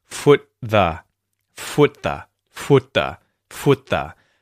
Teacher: I actually feel my tongue descending sort of in a fluid motion from up to down until I can say the th, th, th. Foot the, foot the, foot the, foot the. · Term: TH sound